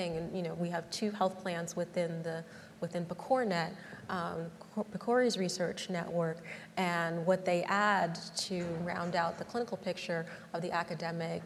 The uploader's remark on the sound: During this live recording at AHIP’s Consumer Experience and Digital Health Forum in Chicago.